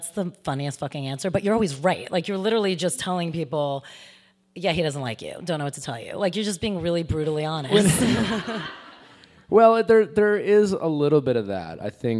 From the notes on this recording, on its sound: LIVE at the DEN for our last #DENtalksLIVE podcast event! We had SO much fun at this live event with him!